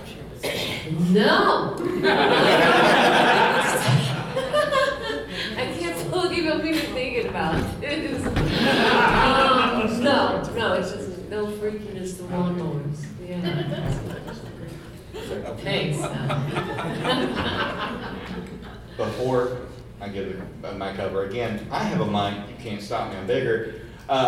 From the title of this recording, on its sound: Q&A Live from Bride of Frankencon